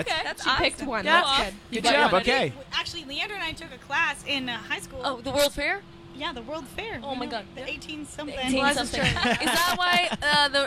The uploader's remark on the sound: The Mix is live backstage at Lollapalooza 2023! The band stopped by The Mix tent backstage at Lolla.